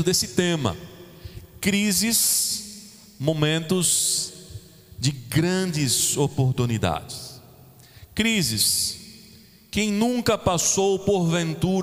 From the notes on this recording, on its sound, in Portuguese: Gravado em 24 de janeiro de 2021 na Igreja Evangélica Congregacional em Candeias